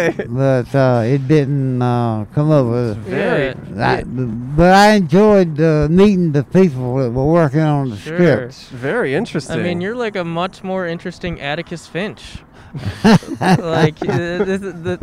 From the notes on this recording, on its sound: We recorded an episode at a park for dogs! Recorded on 12/30/20 at the South Pawsadena Dog Park in South Pasadena, California.